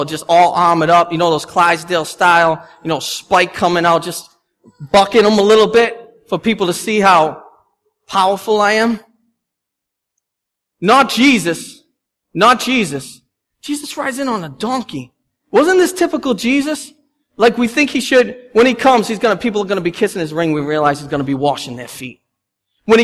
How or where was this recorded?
large echoing room